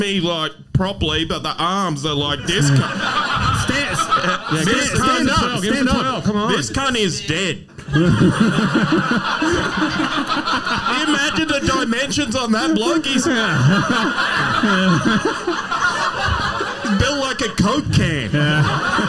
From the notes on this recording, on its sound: Live Show Melbourne. This weeks ep is half of our red hot live show in Melbourne.